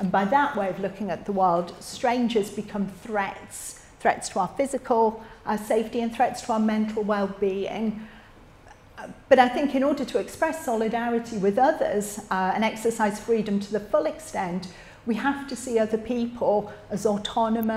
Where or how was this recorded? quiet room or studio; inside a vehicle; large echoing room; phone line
large echoing room